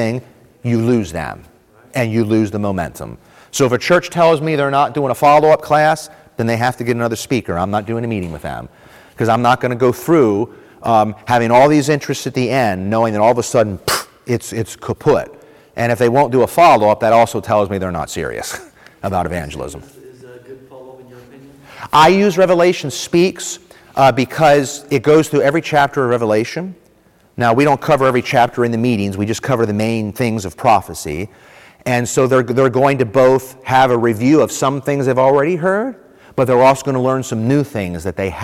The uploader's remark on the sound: This was the first breakout session in the reaping meetings track of the 2023 Propel Conference.